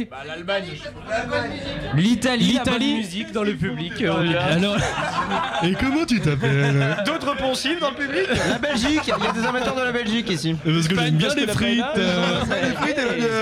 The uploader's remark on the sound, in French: Un Chablis exceptionnel en direct du Pola, dans le cadre de la soirée spéciale Europe avec Euroscope. Qui n'avait pas de micro ce soir.